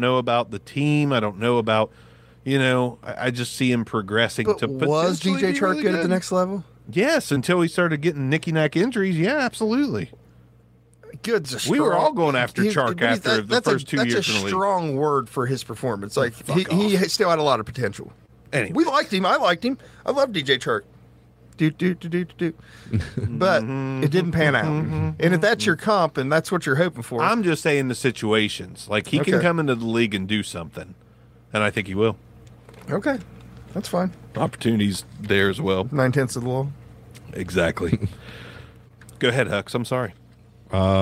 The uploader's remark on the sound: The show was live from the Lani & Landyn Fundraiser!